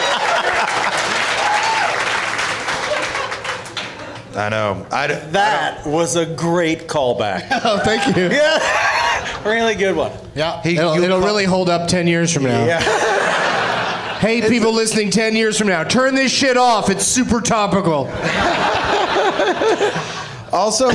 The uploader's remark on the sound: Live from the Comedy Zone in Greenville, SC